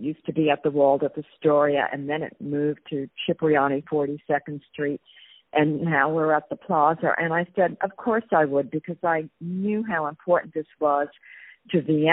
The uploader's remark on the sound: On the phone